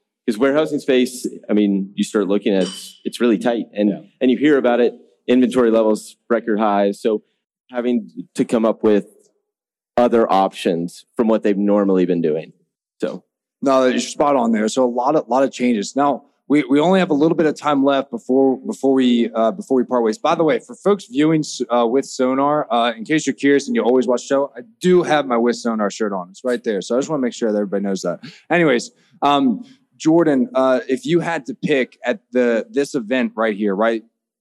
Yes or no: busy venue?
yes